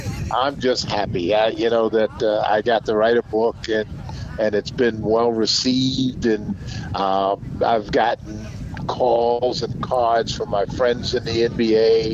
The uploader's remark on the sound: Live from the Ardmore Car Show